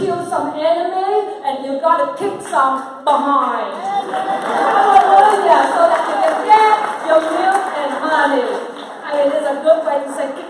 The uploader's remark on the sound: Featuring highlights from a regional revival service where God was glorified - in prayer and worship, healing testimonies and words of life.